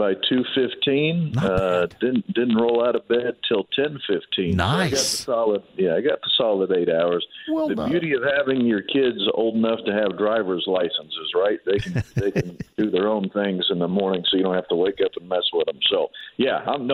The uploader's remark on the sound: closes out the first hour with a phone call!